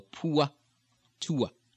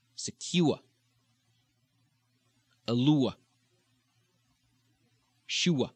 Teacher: the ur, the diphthong ending, like in poor and tour, where you're going to keep the diphthong in Boston